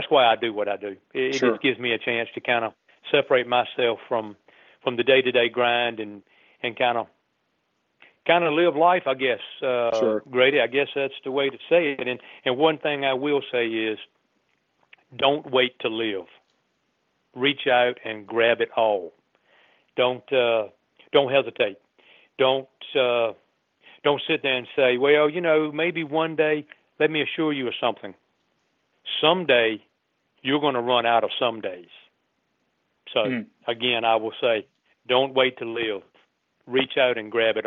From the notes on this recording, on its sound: phones in to tell us